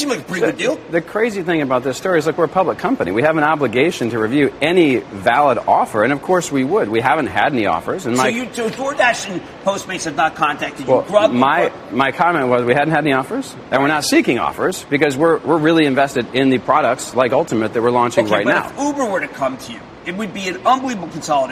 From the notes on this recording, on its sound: from Art Bird in Grand Central Station